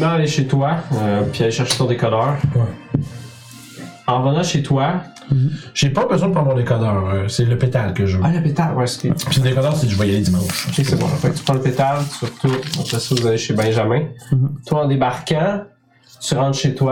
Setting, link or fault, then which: fault, poor sound quality